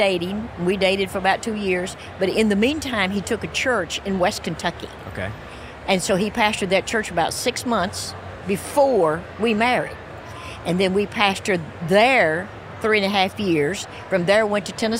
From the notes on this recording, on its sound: live at General Council 2023!